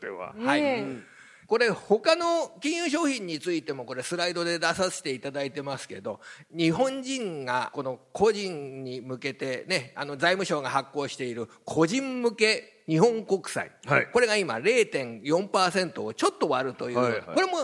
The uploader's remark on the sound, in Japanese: マネーに関心のある小学生と親御さんが参加した公開収録。